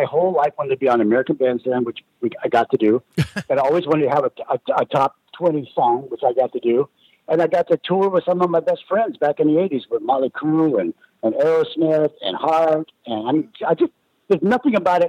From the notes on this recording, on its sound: called in to talk